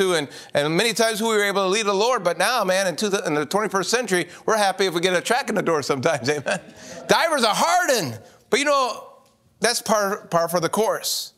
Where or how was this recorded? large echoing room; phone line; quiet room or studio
large echoing room